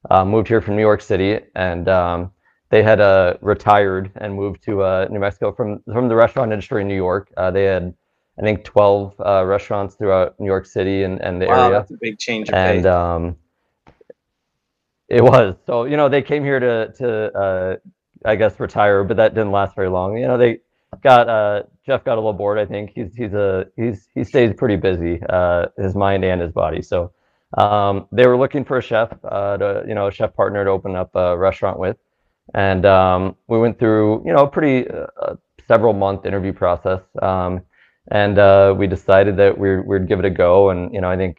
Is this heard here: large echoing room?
no